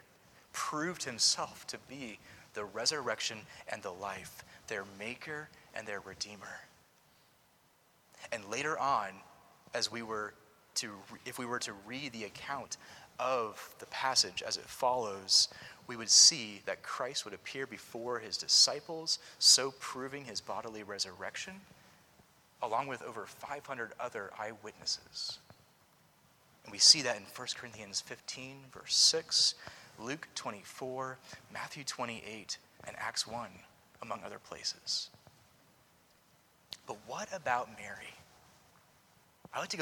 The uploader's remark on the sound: Preached at Christ Covenant Presbyterian Church (Culpeper, VA)